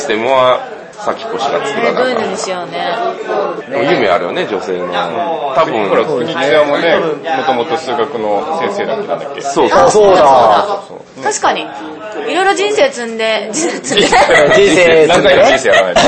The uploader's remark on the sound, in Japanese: 雑音多めなので要注意でございます